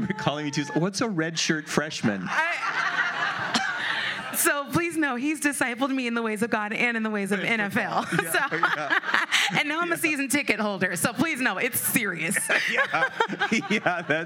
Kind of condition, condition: setting, busy venue